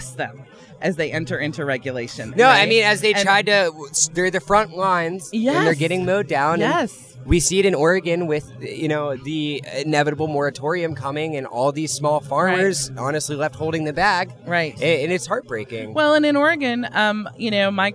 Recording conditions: busy venue